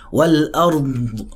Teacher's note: حرف الضاد في حاجة اسمها استطالة، ان انت بتدي له وقت شوية، والارض استطالة مع رخاوة، فتلاقي اللسان بيفرش جوه الفم وفي نفس الوقت بتاخد وقت فيها الارض، فتحس السماء طلعة.